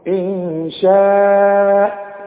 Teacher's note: إن نون ساكنة بعدها شين، والشين من حروف الإخفاء، يبقى هغن هنا